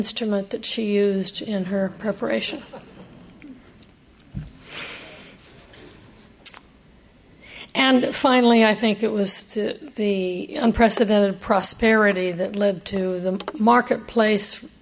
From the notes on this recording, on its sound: keynote address to the annual Dinner at the Library at UC San Diego